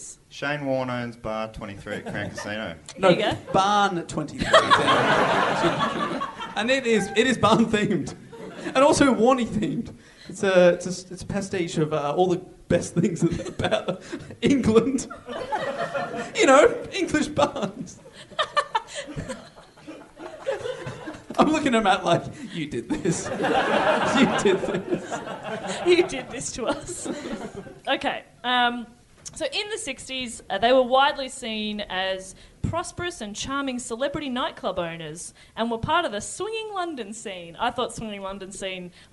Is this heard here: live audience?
yes